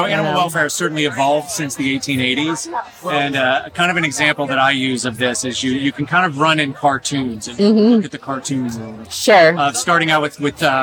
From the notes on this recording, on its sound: In this episode I am recording on location at the San Diego Humane Society Walk for Animals.